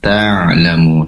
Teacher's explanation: Pastikan ainya fokus pada tenggorokan bagian tengah.